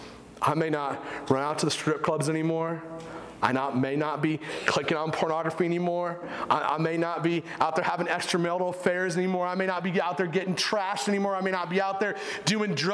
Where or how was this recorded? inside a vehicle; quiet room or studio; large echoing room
large echoing room